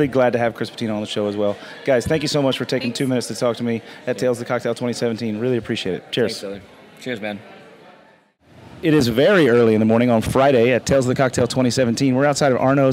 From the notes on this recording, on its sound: reporting from the field at Tales of the Cocktail in New Orleans, the world's premier cocktail festival